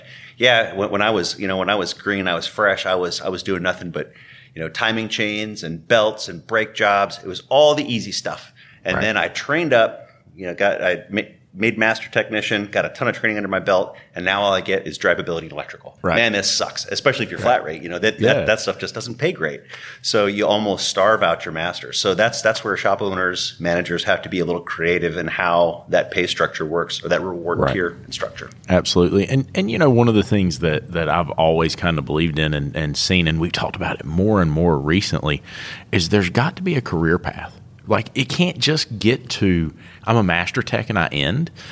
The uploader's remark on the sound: recorded live from ETI ToolTech 2021 in Austin Texas